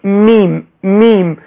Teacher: وأنت تنطق بالميم تجمع الشفتين، فالميم حرف شفوي، تقول ميم ميم فتضم الشفتين وتجمع الشفتين، فيجمع الشفتان عند